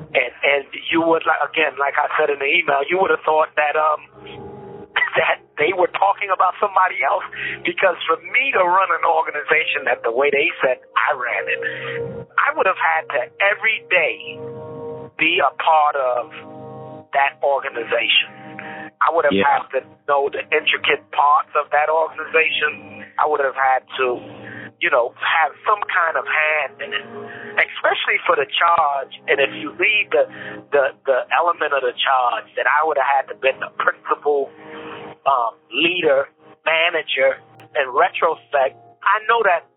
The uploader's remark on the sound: This Bonus Episode contains unedited phone calls.